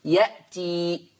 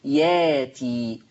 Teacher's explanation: الياء مفتوحة، يبقى تبدل ألف، لأن الياء مفتوحة فهتبدل ألف · Shown in: second take · Term: الإبدال